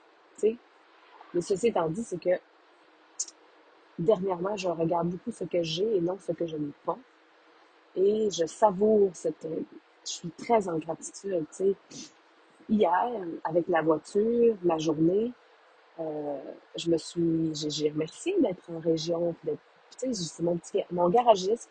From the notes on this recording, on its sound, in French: Désolée pour les nombreux bruits de bouche… vive les Airpods!!